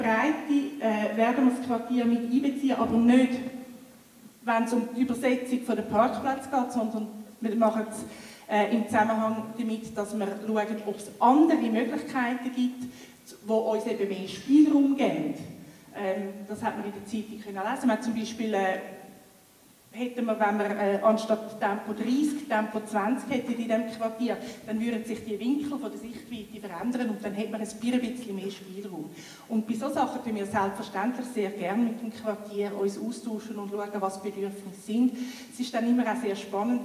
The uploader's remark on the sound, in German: Oktober fand im Reformierten Kirchgemeindehaus Veltheim die Veltemer Landsgemeinde 2021 statt. Im zweiten Teil den Fragen aus dem Publikum.